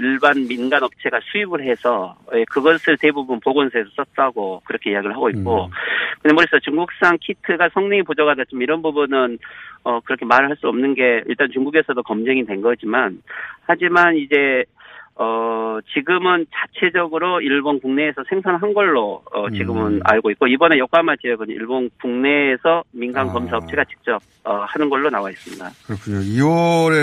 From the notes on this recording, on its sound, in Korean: 전화연결